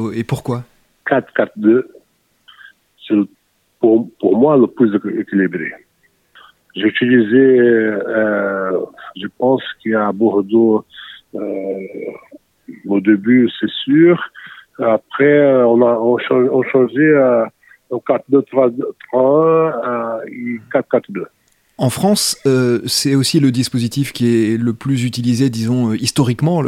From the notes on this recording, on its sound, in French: Il nous a répondu par téléphone depuis son pays.